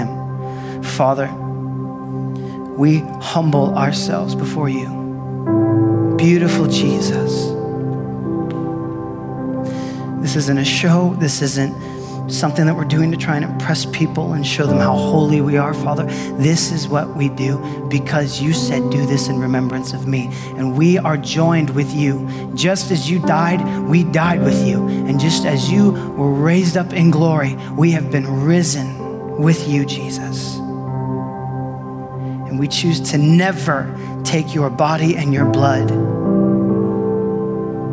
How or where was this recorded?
large echoing room